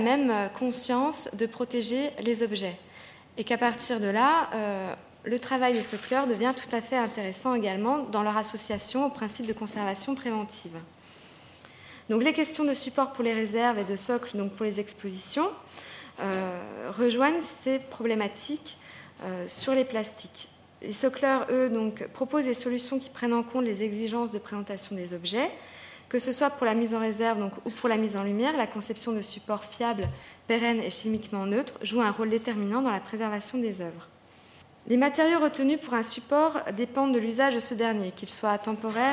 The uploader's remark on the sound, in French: Enregistrée le 16 décembre 2011 dans le cadre du colloque « Conserver, restaurer et exposer les collections de jouets ».